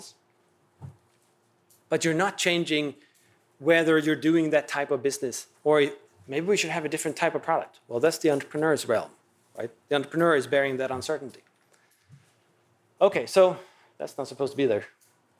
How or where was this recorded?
large echoing room